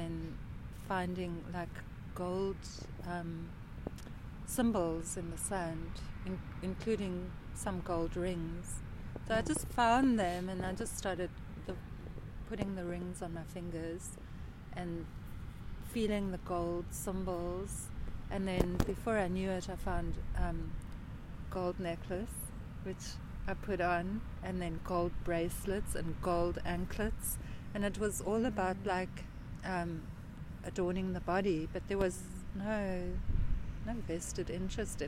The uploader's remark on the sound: Background sounds... Wild side of a seaside nature walk.